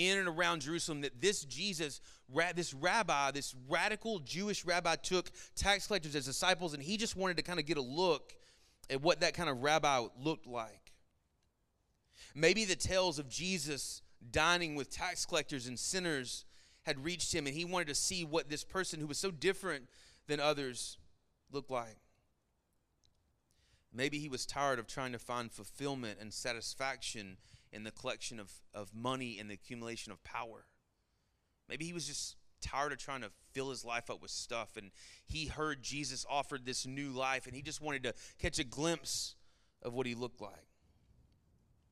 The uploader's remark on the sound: Sermon Audio from our Worship service